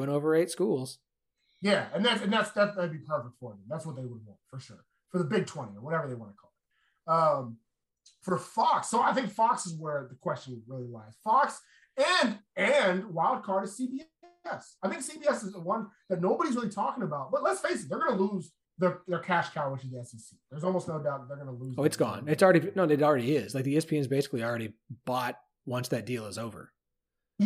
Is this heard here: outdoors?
no